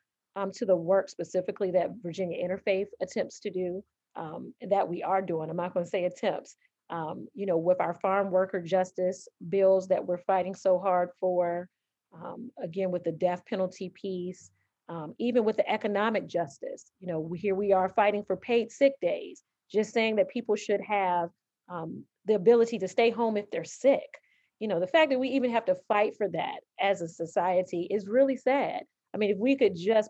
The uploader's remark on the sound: recorded at Temple Beth-El’s virtual Shabbat morning service on January 23, 2021